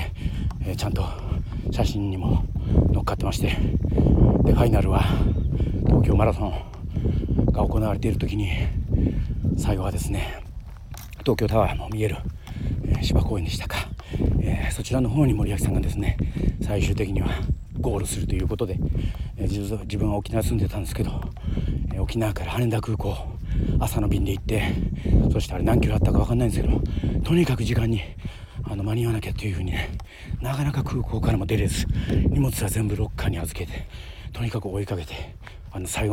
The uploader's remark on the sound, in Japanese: 与論島の名所でもあるホワイトロードでダッシュランしてます。走りながらの収録なので聞き苦しい所も多々ありますが。